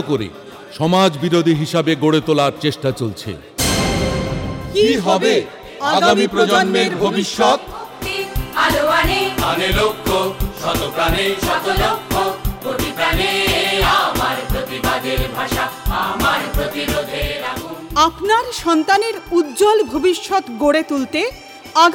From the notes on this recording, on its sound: SFI 35th WB State Conference Audio